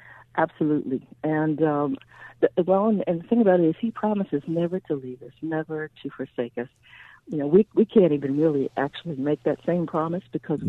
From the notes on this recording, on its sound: Goes to the phones.